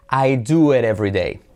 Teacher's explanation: Lo unimos, la T se convierte en R suave.